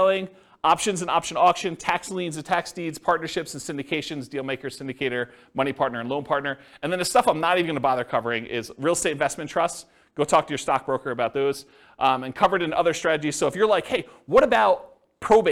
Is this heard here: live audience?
yes